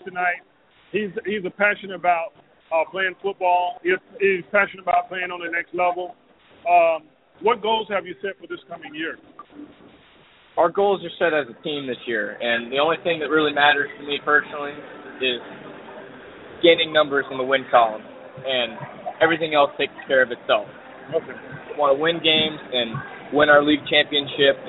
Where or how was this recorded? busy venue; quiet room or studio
busy venue